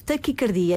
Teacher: nós temos aqui cardia, coração e o A mantém-se fechado. Atenção, profissionais da saúde, A fechado, taquicardia.